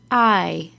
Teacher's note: the long I sound ends in a very quick Y sound.